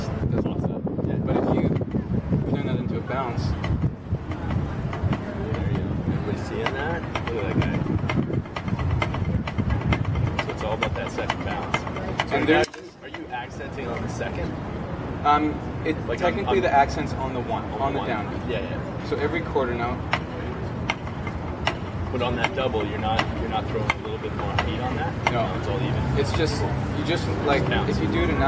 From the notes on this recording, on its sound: Thank you for your understanding on the background noise volume. I was learning how to mic things properly and have since seen major improvements. It's not my finest audio quality.